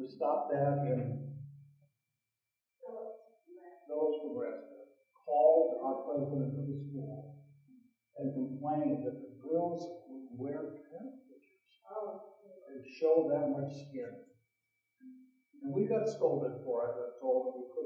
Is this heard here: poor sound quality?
yes